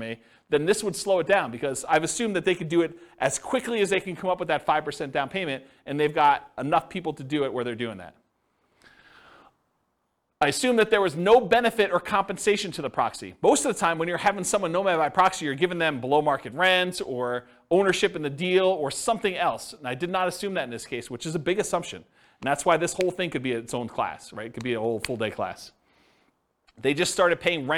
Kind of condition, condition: setting, live audience